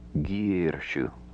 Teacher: Sa after ra always changes to sha.